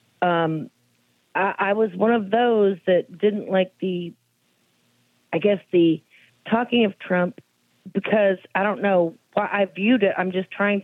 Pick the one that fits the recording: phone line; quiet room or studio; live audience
phone line